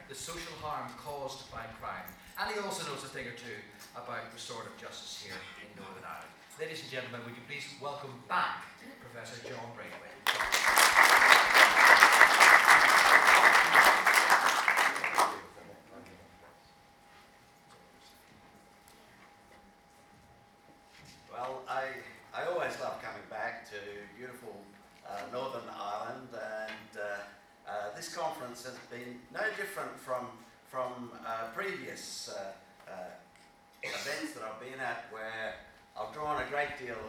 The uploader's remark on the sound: at the Restorative Practice Forum NI International Conference that took place in Belfast in 2019